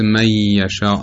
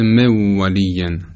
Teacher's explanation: مثلا من یشاء که نون ساکن به یه رسیده به صورت می یشاء تلفظ میشه · Term: ادغام